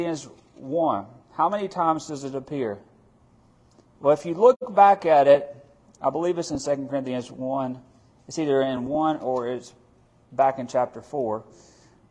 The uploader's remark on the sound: Midweek Bible Study that was recorded on March 1, 2023, at Friendship Baptist Church.